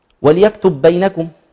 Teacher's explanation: هذا إضغام مثلين صغير كامل. الباء في الباء. تمام. بعضهم يقف عليها بإظهار: وليكتب بينكم.